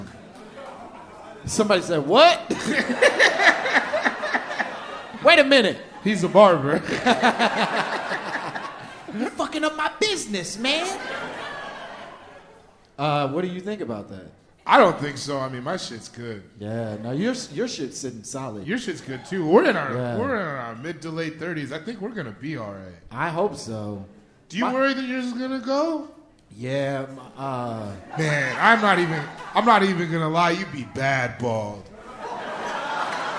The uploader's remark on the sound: Live from NYC!